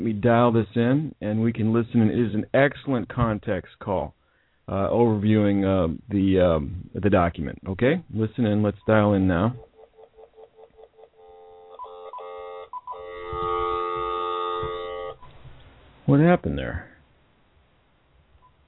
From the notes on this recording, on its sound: Replay: HHS Conference Call on Accountable Care Organizations.